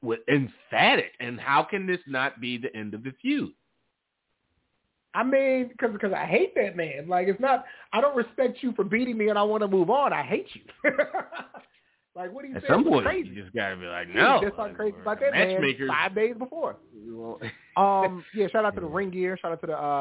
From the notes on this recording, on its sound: Live calls and more conversation. Weekly caller, email and tweet driven show.